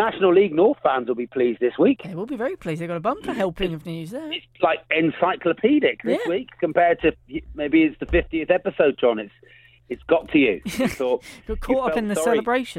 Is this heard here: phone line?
yes